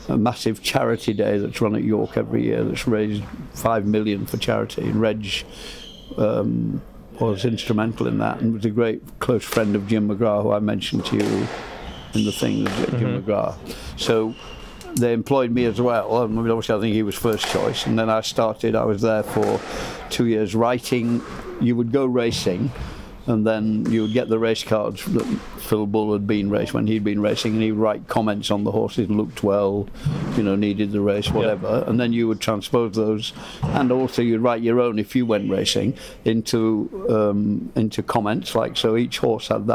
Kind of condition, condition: setting, busy venue